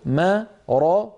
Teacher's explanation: في قلوبهم ما راض، فيها ثلاثة أحرف، ما راض، الميم مرققة، راض، الراء والضاد كلتاهما مفخمتان